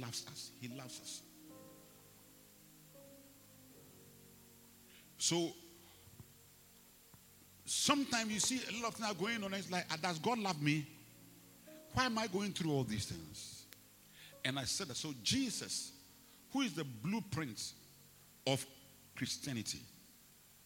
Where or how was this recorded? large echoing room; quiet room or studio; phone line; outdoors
large echoing room